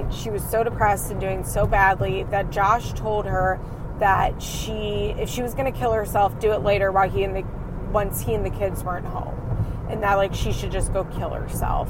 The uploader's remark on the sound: please excuse the audio as this is a car-cast!